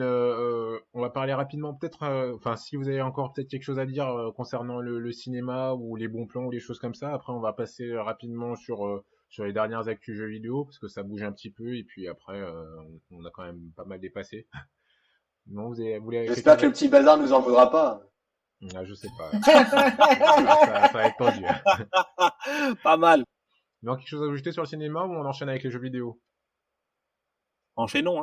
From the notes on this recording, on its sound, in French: Navré pour la qualité sonore du podcast il s’agit de notre premier podcast live en mode confiné.